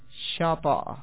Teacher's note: حمزہ کا یہ فتحہ طا کو دے دینا ہے، حمزے کو گرا دینا ہے